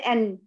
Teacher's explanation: لاحظت ان طرف اللسان التصق باصول الثنايا العليا من الداخل